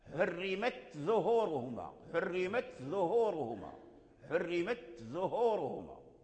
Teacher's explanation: ويثبت التاء عند أصول الثنايا، عند جذور الثنايا، ثم اللسان ينتقل إلى رأسهما · Term: تاء التأنيث